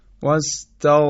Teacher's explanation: توجه کردید که غین جریان صدای اون به وضوح شنیده میشه، برخلاف غین حرف قاف هست.